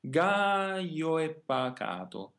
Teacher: It's a separate syllable, and the I is called I consonantica because it serves as a consonant between two vowels. Therefore, there are only three vowels here, the A, O, and E, because the I is a consonant.